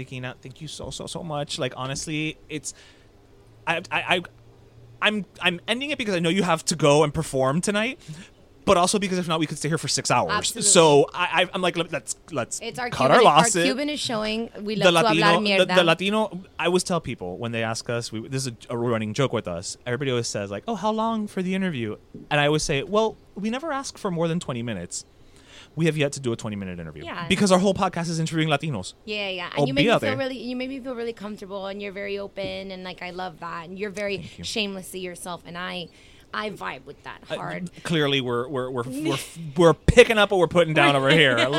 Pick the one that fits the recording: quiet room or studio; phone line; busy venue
busy venue